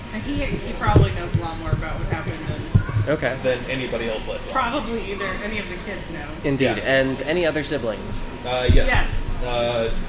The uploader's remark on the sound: Note that this session was recorded at a local brewery, and on one of the EOR's old USB mics, so the quality isn't up to our usual standards.